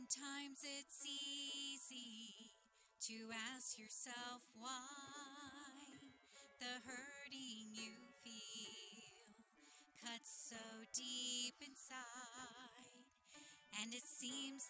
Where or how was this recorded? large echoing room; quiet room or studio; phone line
large echoing room